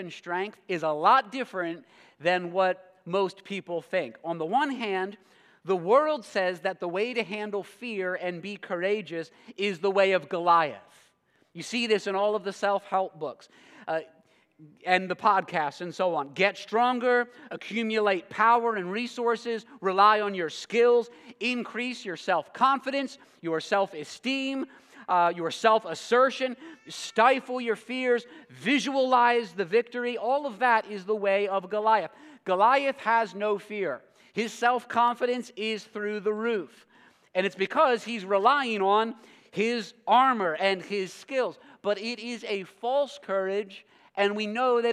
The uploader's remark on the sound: preached this sermon at Covenant Fellowship Church on October 29, 2023.